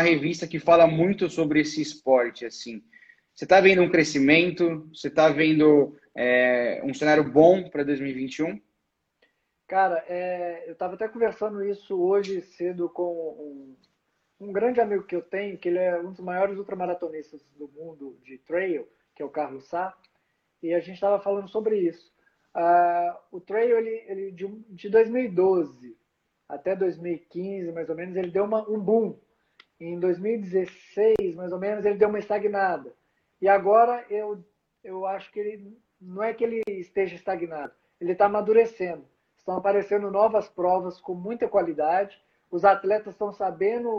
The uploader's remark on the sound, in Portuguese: durante uma live, que rolou em nosso Instagram